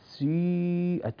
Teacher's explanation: نقول سيئت ونضم الشفتين، نكسر السين ابتداء ثم نضم الشفتين، يعني دلالة على وجود ضمة · Term: الإشمام